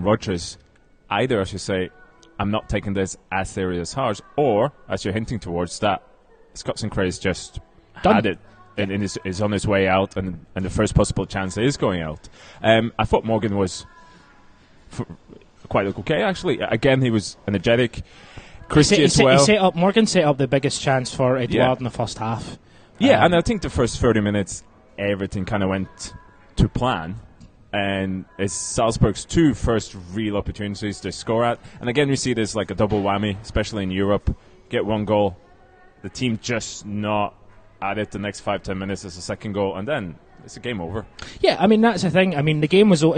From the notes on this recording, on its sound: We also have the audio from the Cynics Live Lunch reviewing the game against Leipzig.